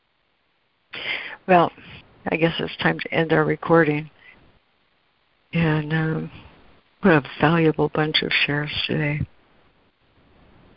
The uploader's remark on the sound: ACIM Daily Conference Call